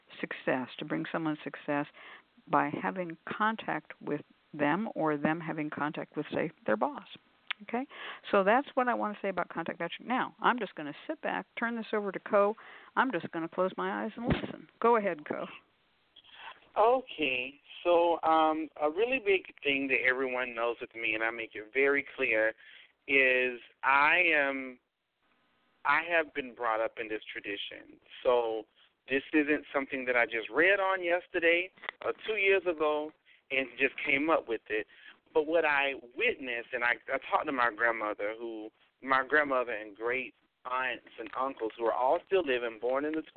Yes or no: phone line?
yes